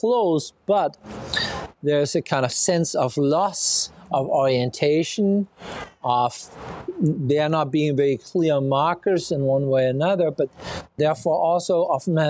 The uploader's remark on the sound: Walking tour of three memorials in Berlin. This auditory experience captures the sound of the present-day cityscape with its traffic and tourist chatter.